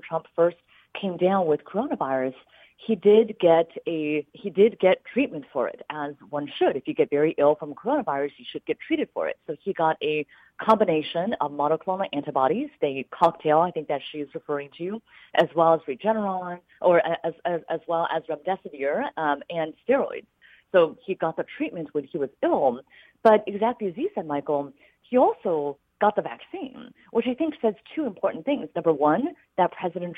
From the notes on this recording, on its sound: plays portions of a phone call